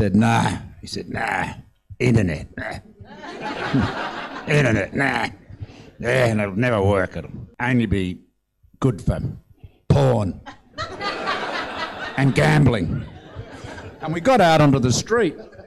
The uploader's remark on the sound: This special bonus episode was recorded live at Fishburners as part of the Spark Festival in October 2022. The event included a panel of eight guests.